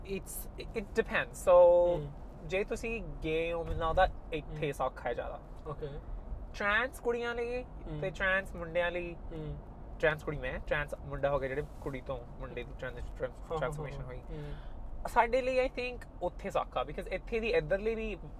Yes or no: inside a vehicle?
yes